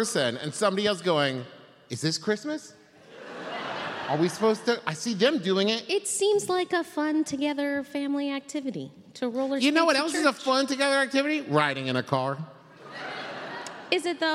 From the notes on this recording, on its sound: Live at Candlenights. This week it's our Candlenights Live episode.